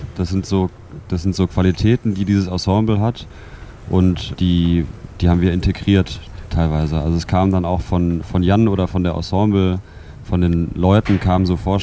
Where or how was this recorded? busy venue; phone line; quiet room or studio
busy venue